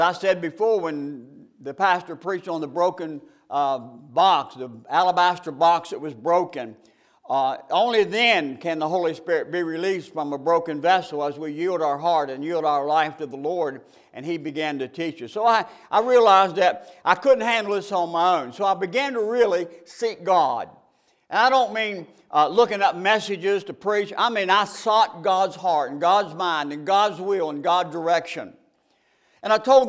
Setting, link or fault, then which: setting, large echoing room